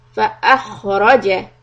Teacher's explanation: خا is going to be heavy and hold the sound a little bit